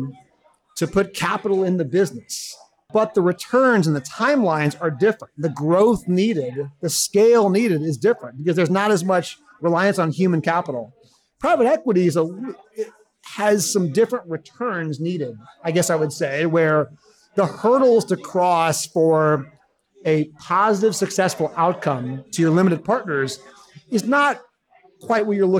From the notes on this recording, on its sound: is live from The Beer Temple in Chicago